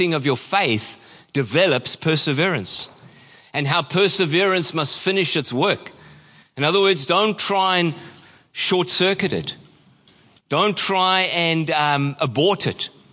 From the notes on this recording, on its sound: Preached at Horsham Downs on 27/08/23.